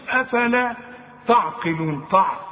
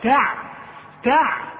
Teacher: التاء والعين ترقق، إنما القاف هي المفخمة · Shown in: second take · اهي، فما تقولش أفلا تعقلون طع، لا تع.